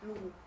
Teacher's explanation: Пепел имеет низкие тоны, дважды лу. Таким образом, у нас имеется полностью низкотоновое слово.